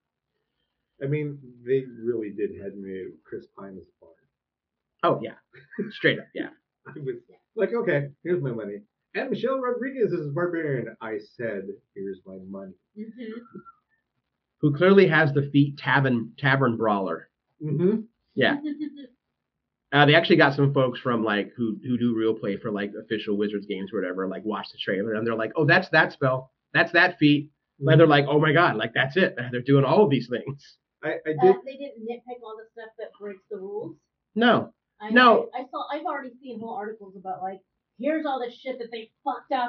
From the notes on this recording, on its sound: PS - Sorry about the audio.